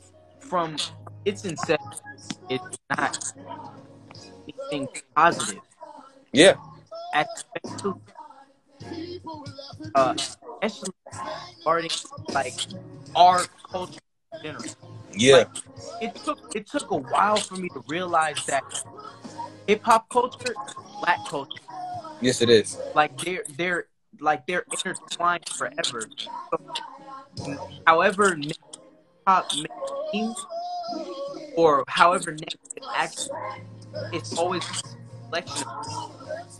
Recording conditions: phone or laptop microphone